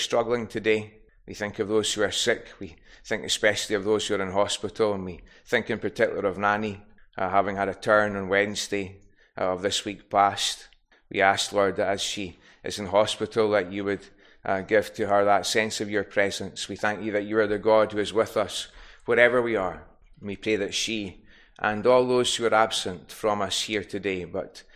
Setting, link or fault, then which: setting, large echoing room